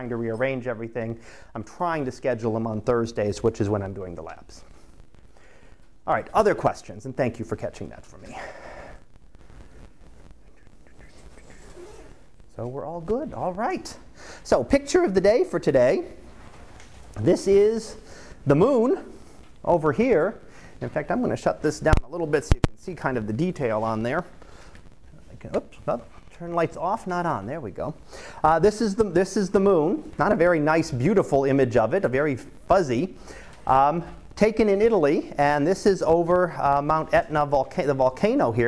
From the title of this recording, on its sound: Live Class Lecture